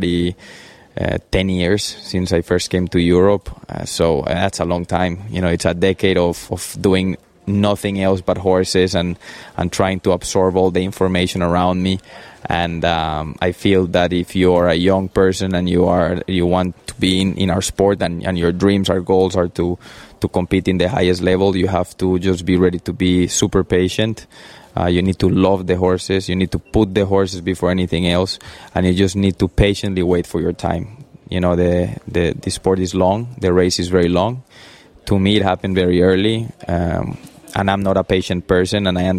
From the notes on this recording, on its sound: This episode was recorded in July, during Chantilly Rolex 5* show.